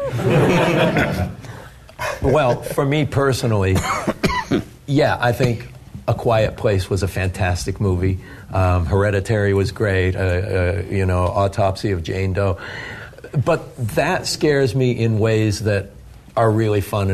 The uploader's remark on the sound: Recorded LIVE from the Fantasia Film Festival in front of an audience of fans.